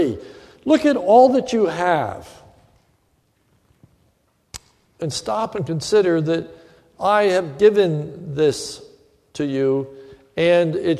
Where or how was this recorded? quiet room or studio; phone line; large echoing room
large echoing room